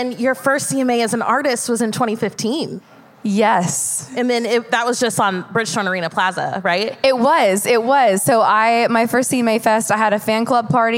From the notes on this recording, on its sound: Relive all the excitement of CMA Fest 2022 including our live Center Stage interview